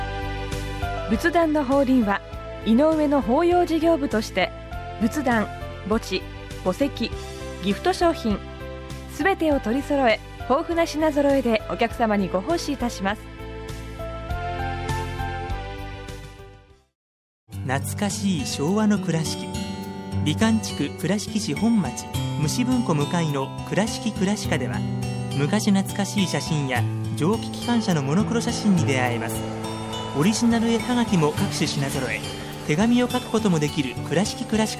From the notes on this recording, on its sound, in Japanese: 小雨交じりの霧が立ち込める中での収録でした。